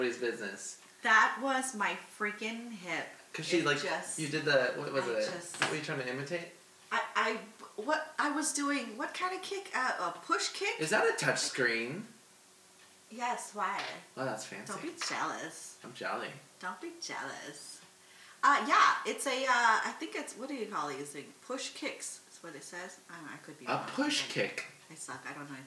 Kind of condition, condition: fault, poor sound quality